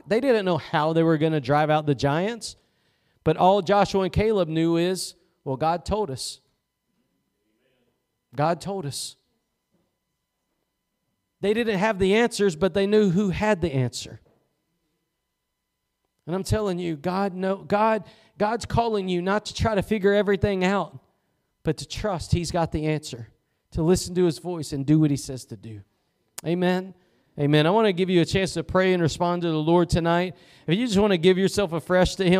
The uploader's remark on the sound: Preached at Gospel Lighthouse in Bossier City, La.